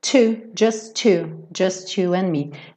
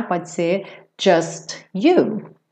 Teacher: palavras terminadas em T, that, just, e seguidas de you, é muito comum esse T com you ficar com o som do number two · Shown in: first take · Two, just you and me.